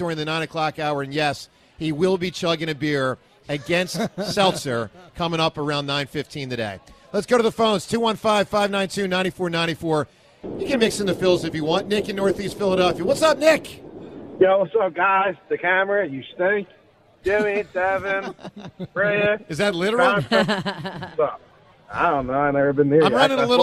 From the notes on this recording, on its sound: LIVE In Sea Isle. With the WIP Morning Show.